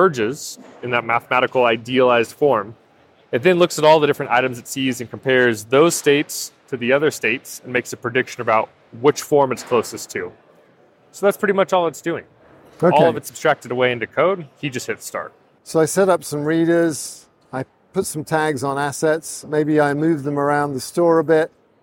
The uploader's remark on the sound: live from NRF